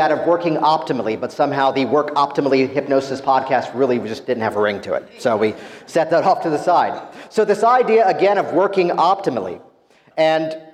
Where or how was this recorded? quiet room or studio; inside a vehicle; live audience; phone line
live audience